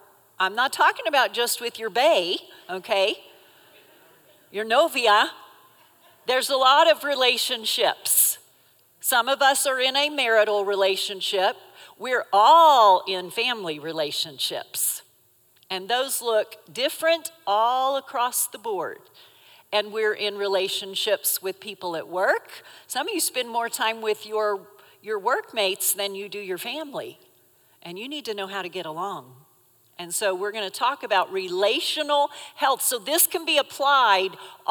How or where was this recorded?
live audience